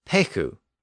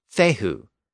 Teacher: The P sound became an F sound, and the K sound became an H sound. And if we apply those two basic sound changes to pekhu, we get the original Germanic word thehu. · Term: Grimm's Law